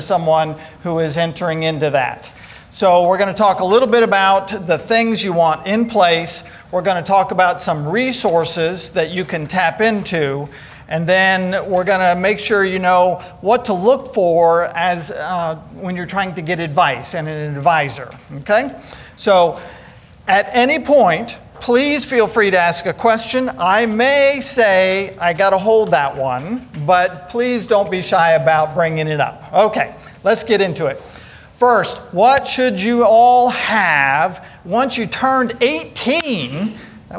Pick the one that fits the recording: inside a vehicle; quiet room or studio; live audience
live audience